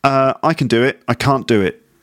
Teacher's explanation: You might not be able to hear the T at the end, but certainly the length of the vowel sound is significant, don't you think?